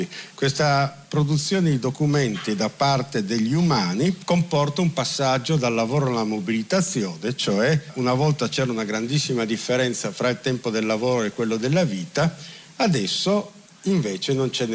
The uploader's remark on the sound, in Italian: Speciale dal Festival della Lingua Italiana di Lecco